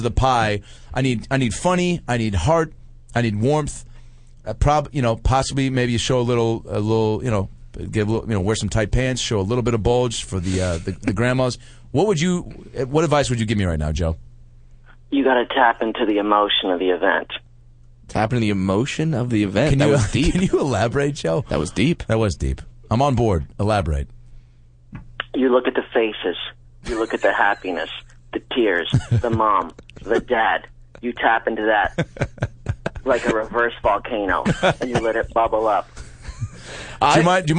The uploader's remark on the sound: Take listener phone calls, chaos ensues.